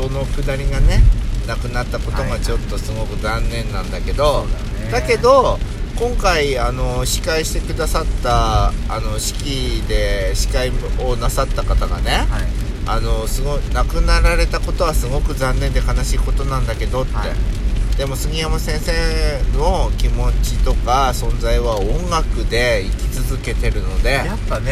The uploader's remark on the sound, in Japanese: 毎年ゴールデンウィークに山形で開催されているドラクエの音楽を生オーケストラで聴けるコンサート。雨ノイズ入ってます。